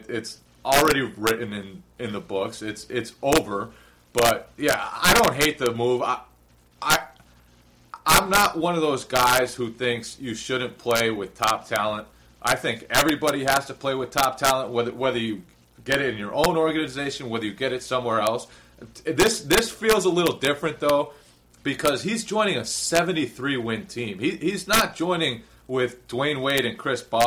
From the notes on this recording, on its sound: Please excuse the audio issues.